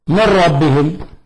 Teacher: الإدغام الكامل بارك الله فيك اللي هو من ربهم، هذا إدغام كامل لأن النون ذهبت بالكلية والنون صارت انقلبت راء أدغمت في الراء التي تليها فصار إدغاما كاملا.